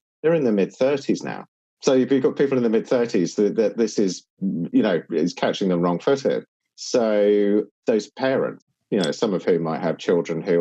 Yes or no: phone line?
no